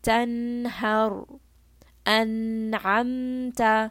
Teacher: The noon is going to be pronounced dhahara. It's going to be pronounced like very clearly. Okay, no ghunna. It's going to be completely clear. · Term: idhar